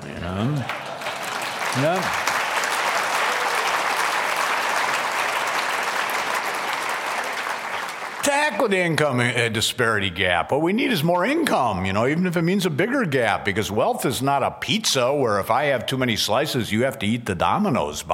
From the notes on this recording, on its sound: at the Acton Institute's 23rd Anniversary Dinner on October 24, 2013